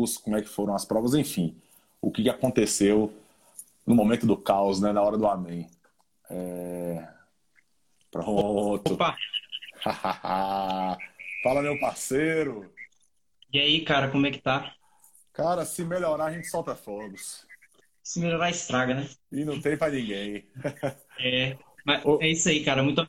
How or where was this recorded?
video call